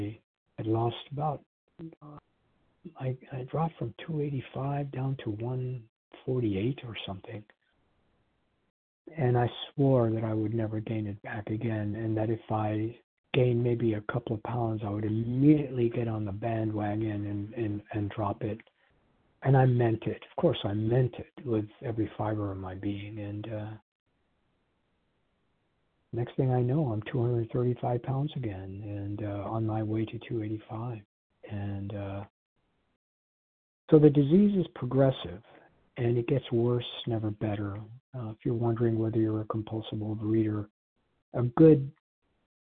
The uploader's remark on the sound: From the 100 Pounders Phone Meeting, 4/24/23.